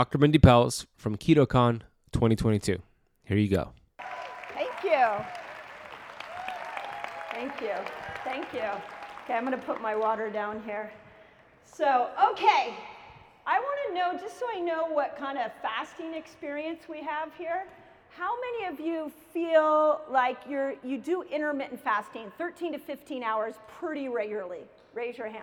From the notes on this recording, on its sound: keynote lecture at KetoCon 2022